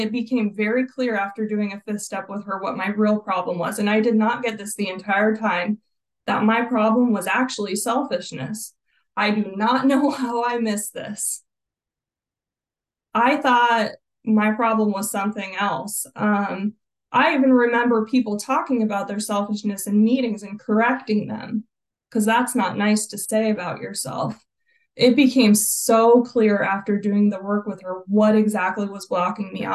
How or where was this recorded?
video call